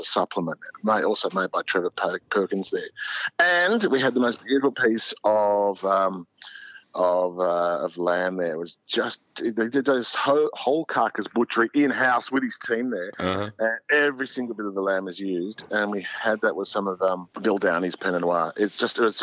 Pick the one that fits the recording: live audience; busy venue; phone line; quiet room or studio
phone line